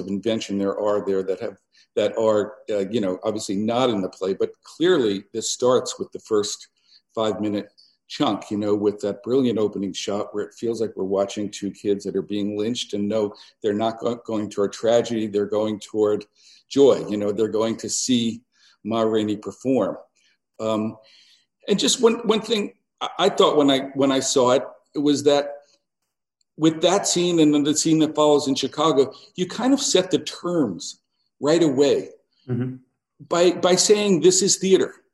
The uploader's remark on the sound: spoiler-filled virtual Q&A